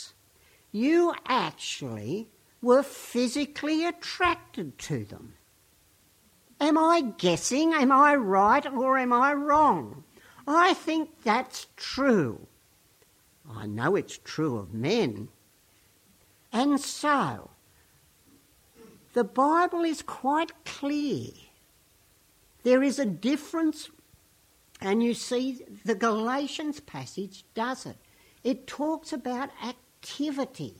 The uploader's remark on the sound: Weekly Sermon from St Peters East Lindfield